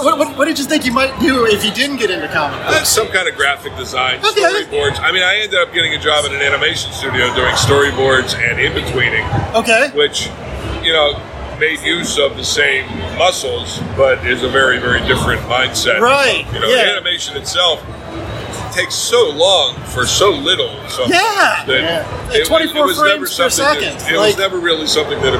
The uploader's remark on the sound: 3 Rivers ComicCon Interviews